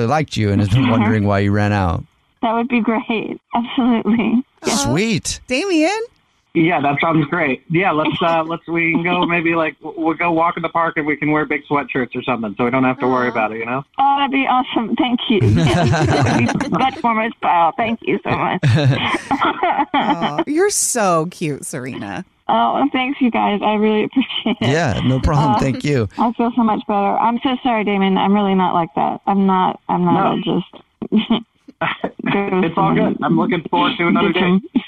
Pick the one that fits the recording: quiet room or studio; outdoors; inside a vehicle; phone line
phone line